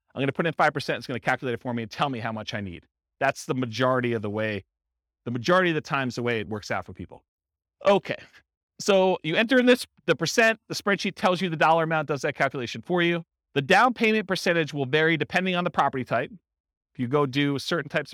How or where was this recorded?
live audience